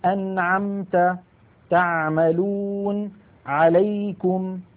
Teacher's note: هذه العين تخرج من وسط الحلق. وأحب أن أنبه بأن العين الفصيحة أعمق من العين التي نعتاد في أغلب العاميات المعاصرة أن نأتي بها.